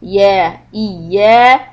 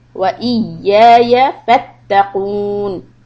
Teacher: Ya iya, two harakat. The next ya is short.